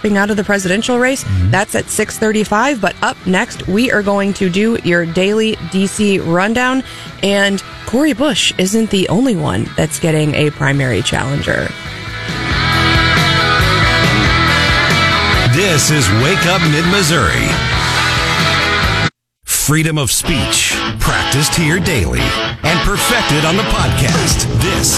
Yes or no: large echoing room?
no